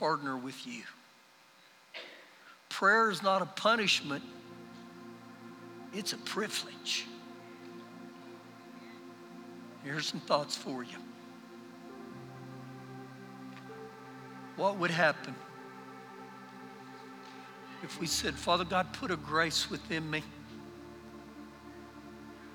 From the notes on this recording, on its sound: Recorded live during our Sunday morning service